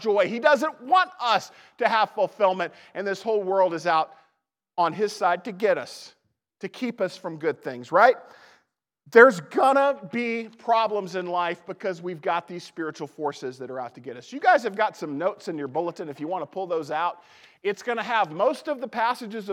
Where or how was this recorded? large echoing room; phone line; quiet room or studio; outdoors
large echoing room